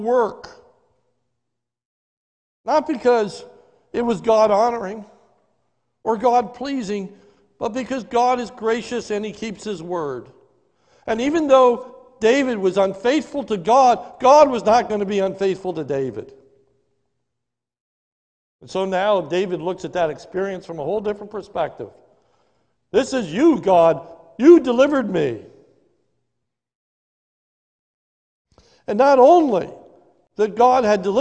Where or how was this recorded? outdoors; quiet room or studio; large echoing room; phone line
large echoing room